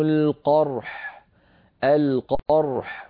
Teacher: التقى هنا عند الوقف ساكنان وهما حرف الراء وحرف الحاء، فعلينا أن نبين الراء ونبين الحاء من غير كلفة ونعطي كل منهما حقه.